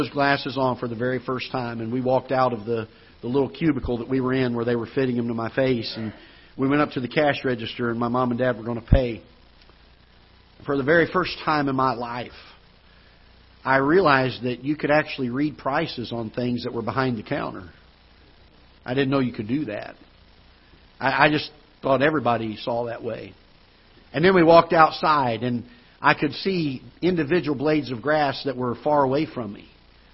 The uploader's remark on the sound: Ketha Heights Baptist Church ~ Live Broadcast